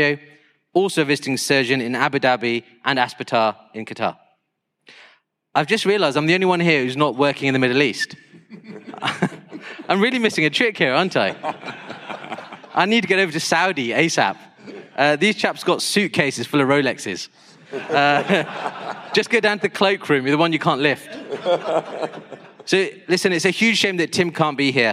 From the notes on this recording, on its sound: Welcome to the first ever orthohub fireside chat brought to you in association with Conmed from the 20th year of the Sports Knee Surgery meeting. Recorded live on stage in Birmingham.